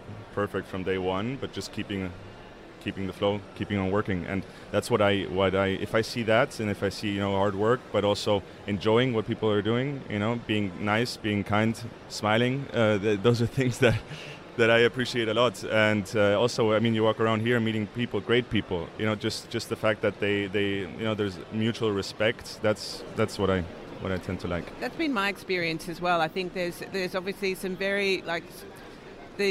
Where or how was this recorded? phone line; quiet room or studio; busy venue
busy venue